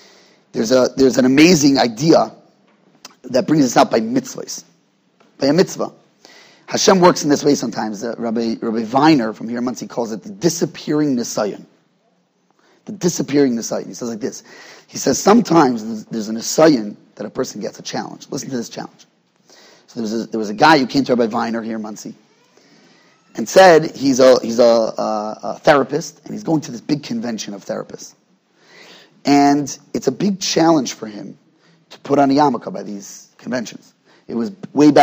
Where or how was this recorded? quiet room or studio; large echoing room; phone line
large echoing room